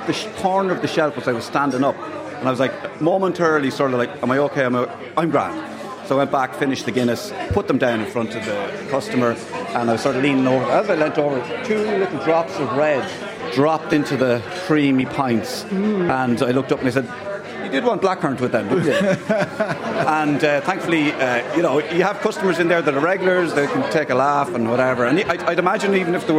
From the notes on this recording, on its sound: The Hard Shoulder is LIVE from The Palace Bar on Fleet Street in Dublin.